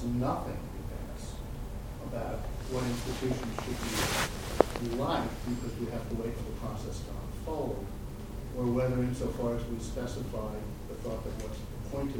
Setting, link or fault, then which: setting, large echoing room